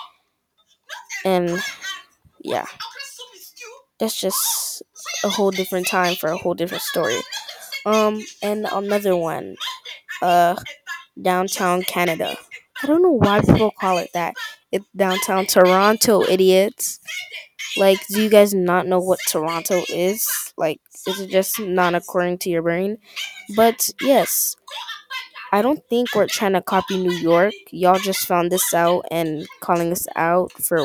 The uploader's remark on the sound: sorry for spiting into the mic